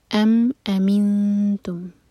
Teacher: ام اظہار شفی، میم پر ٹائم نہیں دیں گے